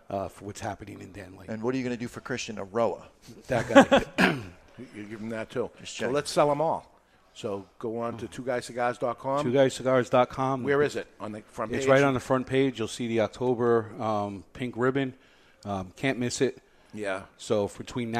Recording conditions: live audience